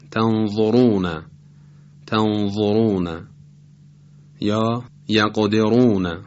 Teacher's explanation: چهارمین مورد از مواردی که را باید تفخیم بشه رایی است که بعدش ضمه کشیده شده قرار داره